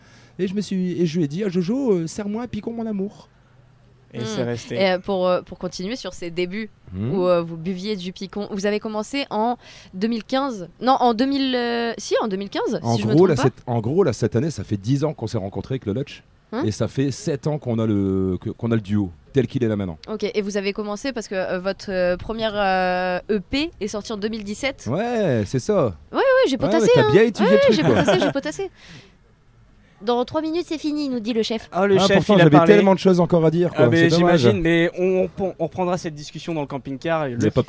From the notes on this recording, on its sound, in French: aux Bichoiseries Festival 2023